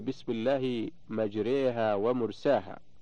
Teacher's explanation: تقرأ بالإمالة أي بتقريب الفتحة نحو الكسرة والألف نحو الياء